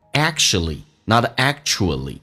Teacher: 首先美式发音那个 k 是不用发音的，两个辅音在一起就用发后面一个